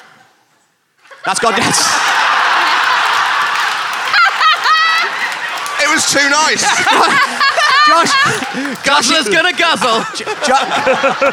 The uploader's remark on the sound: recorded at the wonderful 2017 Machynlleth Comedy Festival